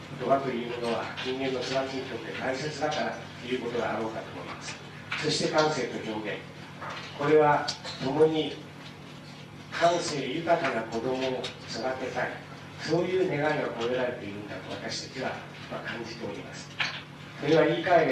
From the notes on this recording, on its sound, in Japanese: 主催：白梅学園短期大学 場所：白梅学園短期大学。音質はあまりよくないが、 ステージ近くで録音されたため、 内容は聞き取ることができる。